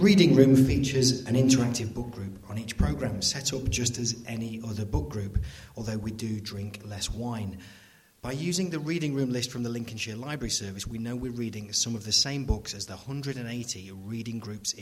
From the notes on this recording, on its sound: Our special live show transmitted from the Bishop Greaves Theatre on 15th May. Now here's the second half of our special live show transmitted from the Bishop Greaves Theatre.